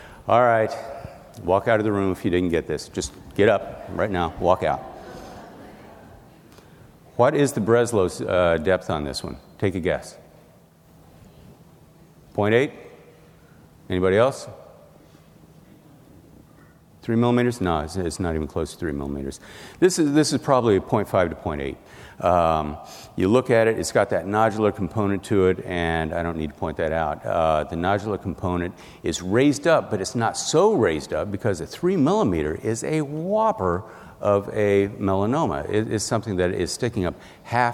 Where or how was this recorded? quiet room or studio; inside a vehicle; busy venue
busy venue